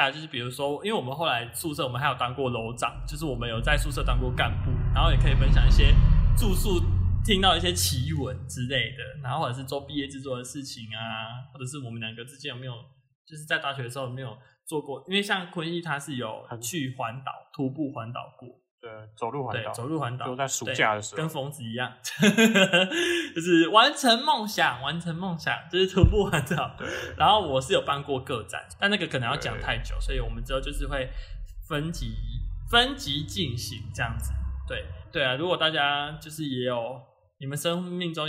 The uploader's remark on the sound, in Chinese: 本集由大馬路旁的卡車與機車聲贊助播出XDD。錄音設備會慢慢升級。